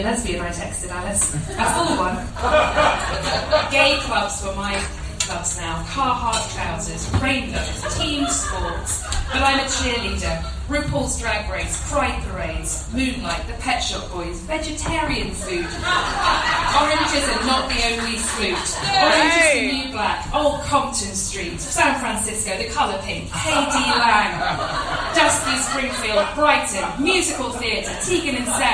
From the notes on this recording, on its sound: Includes recordings from a live socially distanced literary event at the Royal Vauxhall Tavern.